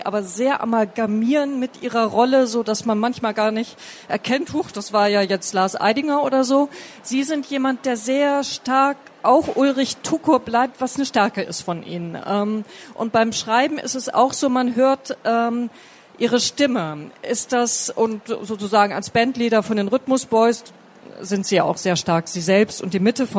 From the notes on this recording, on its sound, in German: Es wurde im Rahmen der Veranstaltungsreihe „Spiegel Live“ im Oktober 2019 auf der Frankfurter Buchmesse aufgezeichnet.